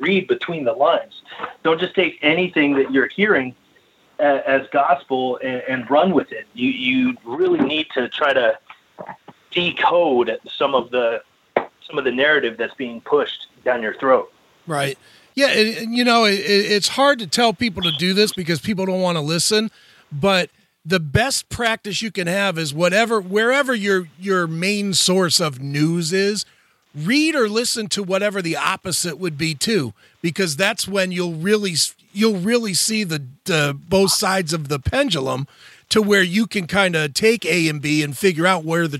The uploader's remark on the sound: called